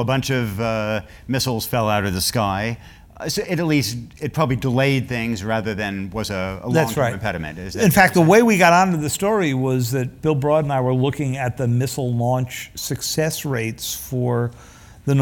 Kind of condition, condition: setting, live audience